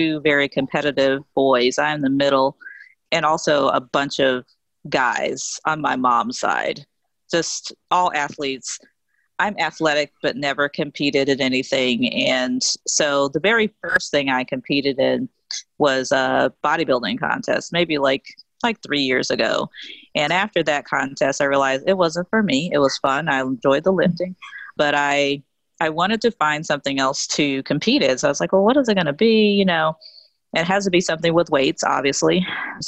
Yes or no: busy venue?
no